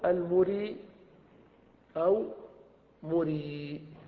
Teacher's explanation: نعم نعم، أرى زيد أخاه القمر طالعا فزيد مرن، فزيد مرن، فمرن اسم فاعل من أرى المتعدية إلى ثلاثة مفاعيل، والأصل مرئي، مرئي، ثم حذفت العين الحرف الأصل الثاني وهو الهمزة، وبقيت الراء وبقيت الياء، فقيل المري. فإذا وقفت يجب أن تثبت الياء فتقول المري أو مري عند الوقف